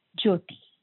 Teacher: the Y is almost silent. It sort of slips in between the J and the O, and the T is pronounced with a soft th sound.